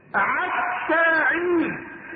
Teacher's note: كانوا ينطقون مثلا حرف الحاء عين